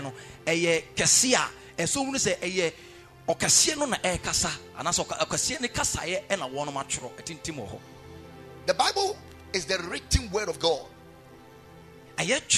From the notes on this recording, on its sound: Preached at Ekklesia Chapel.